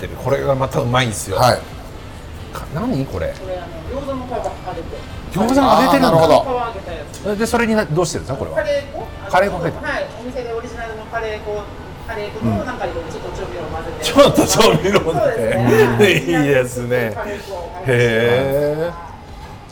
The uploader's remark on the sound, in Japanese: STAND KIYOSUGU 大井町店 にてサウナ上がりの収録。大井町飲み屋街の入口にあるこちらで。